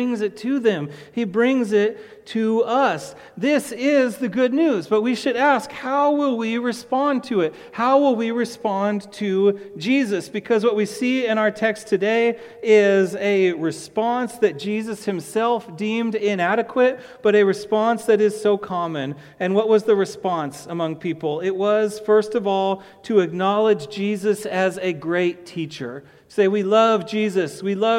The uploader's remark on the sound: to the congregation of Peace Bible Church